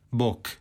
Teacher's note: Često se to obezvučuje, lakše je izgovoriti ove bezvučne glasove u odnosu na zvučne i onda mi često u ostvarivanju tog pozdrava čujemo K, Bog.